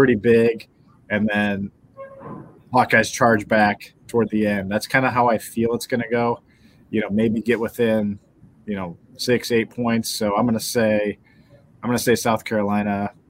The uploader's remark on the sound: Live from Dallas. Live from American Airlines Center in Dallas.